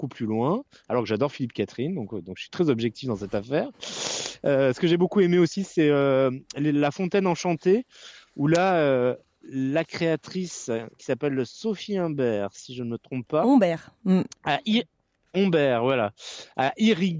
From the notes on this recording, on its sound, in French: La traditionnelle et touristique Fête des Lumières, RCF Lyon se mobilisait vendredi 8 décembre pour une émission spéciale en direct de 19h10 à 20h , présentée en studio mais largement en immersion dans les rues lyonnaises grâce à notre rédaction sur le terrain. (ré)écoutez nos journalistes vous raconter l'ambiance en duplex de Terreaux, du parc Blandan, de la place Bellecour, du parc de la Tête. Nous accompagnait en plateau.